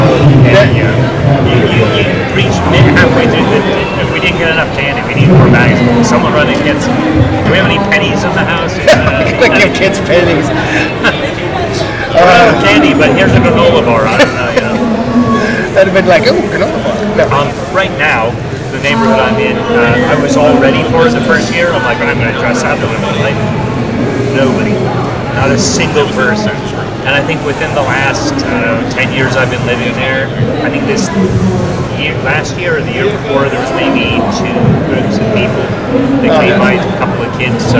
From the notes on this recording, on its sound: This episode was filmed live at Haunted Screams Expo